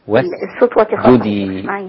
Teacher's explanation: حاولي تخلصي السين من الجيم. السين لوحدها مهموسة همس لطيف ولا بد أن تخرج سينا خالصة لا ترتقي إلى الصاد · Term: همس السين